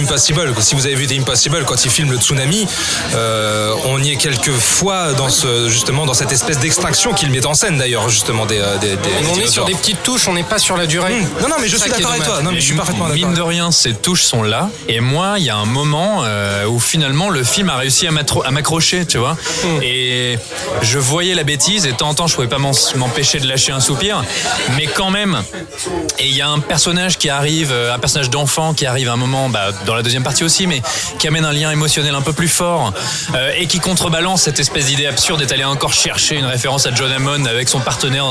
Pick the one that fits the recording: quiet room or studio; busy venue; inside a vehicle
busy venue